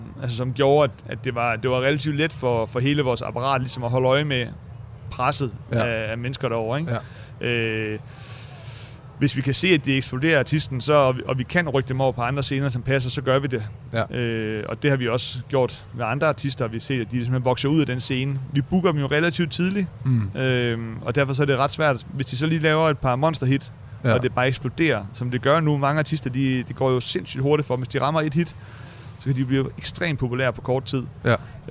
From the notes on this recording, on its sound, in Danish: 27 juni på Roskilde Festival.